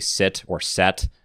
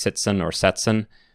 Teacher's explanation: The T sound is changed to a TZ sound. · Shown in: second take · Term: sound shift